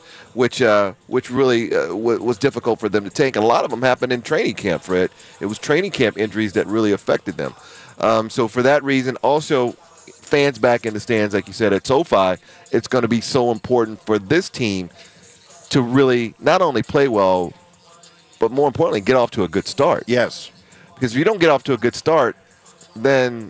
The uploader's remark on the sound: broadcast live from Chargers Training Camp at the Jack Hammet Sports Complex in Costa Mesa